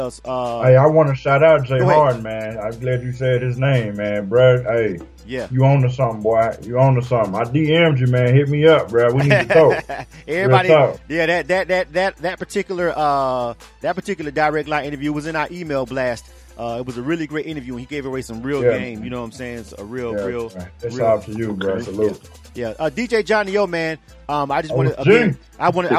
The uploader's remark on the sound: The Music Industry Conference Call